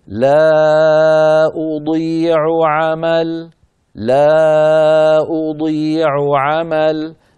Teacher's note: فعلى القارئ أن ينتبه لبيان حرف العين مرتين هكذا لا أضيع عمل لا أضيع عمل، فيبين حرف العين الأول ويبين حرف العين الثاني